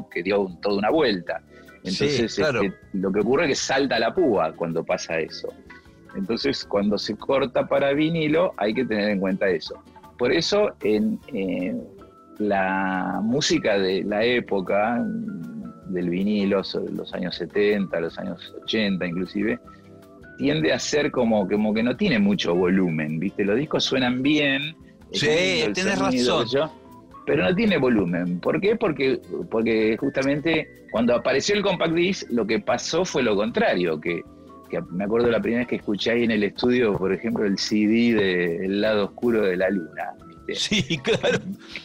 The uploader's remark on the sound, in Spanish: Una charla virtual entre consolas y equipos de sonido.